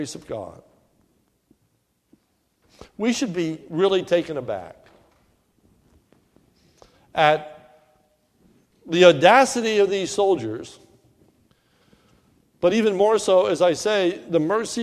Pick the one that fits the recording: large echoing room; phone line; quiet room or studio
large echoing room